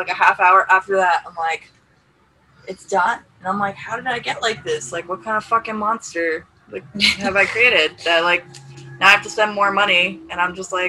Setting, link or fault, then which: setting, busy venue